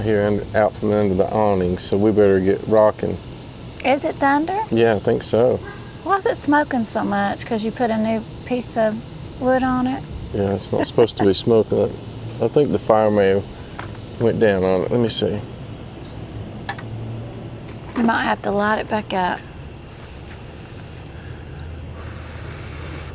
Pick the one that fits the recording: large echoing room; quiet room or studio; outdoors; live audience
outdoors